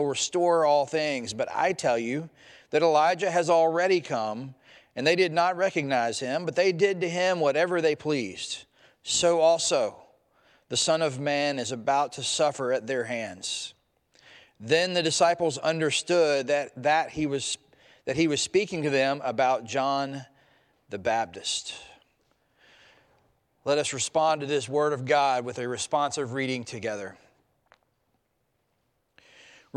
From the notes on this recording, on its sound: preached at Traditional Worship marking Transfiguration Sunday